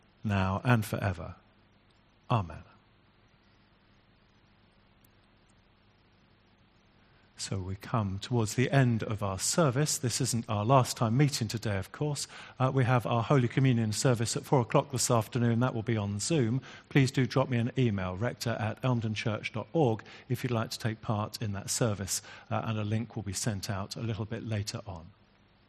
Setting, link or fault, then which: setting, large echoing room